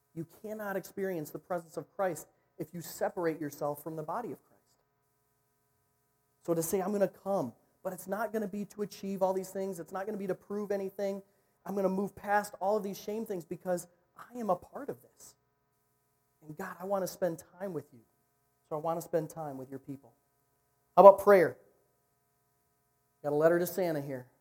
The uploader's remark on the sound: recorded at niteLIFE on Sunday, November 3